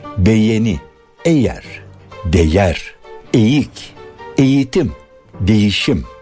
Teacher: Yumuşak G'yi yerinde Y varmış gibi söylüyoruz.